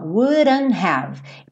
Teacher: Percebe que o wouldn't, esse T foi comido